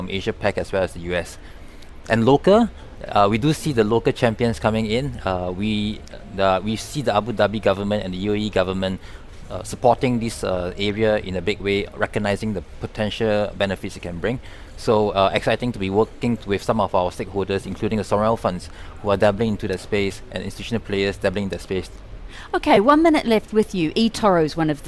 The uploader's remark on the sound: We’re on the road again this week - day 2 broadcasting LIVE from the Abu Dhabi Finance Week.